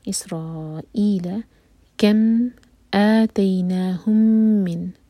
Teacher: مین پر ہولڈ کریں گے، ادغام شفی ہو رہا ہے